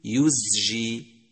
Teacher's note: يجب بيان جهره لتمييزه عن السين